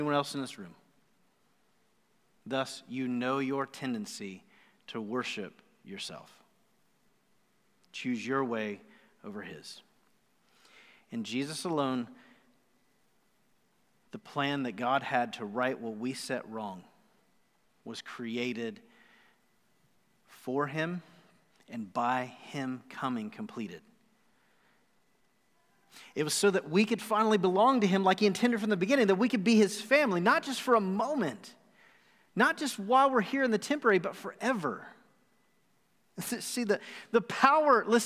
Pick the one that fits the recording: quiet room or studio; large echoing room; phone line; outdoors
large echoing room